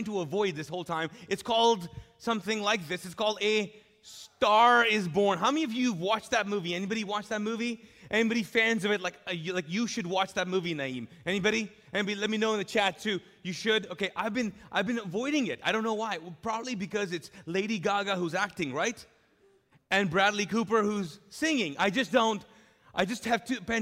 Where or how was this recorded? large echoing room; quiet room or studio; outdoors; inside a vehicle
large echoing room